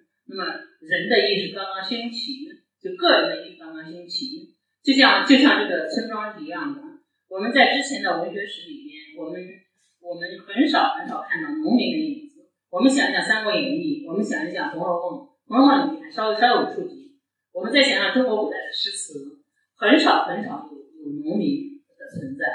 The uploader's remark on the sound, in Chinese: 现场特辑。本次节目属于现场临时录制， 音质较差请谅解。